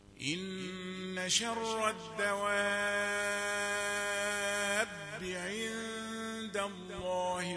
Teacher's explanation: الباء مشددة مش باء مكسورة